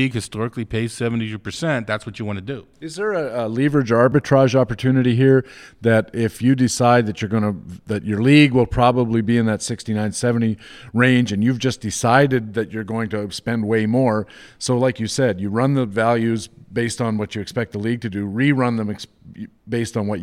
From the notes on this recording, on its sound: LIVE from First Pitch Arizona